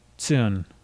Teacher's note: This is said as a single sound. You start like you're saying a T, but then you turn it into an S. You should not be breaking it into two sounds like tsun.